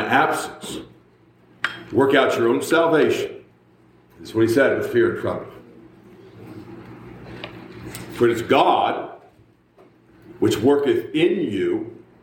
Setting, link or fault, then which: setting, large echoing room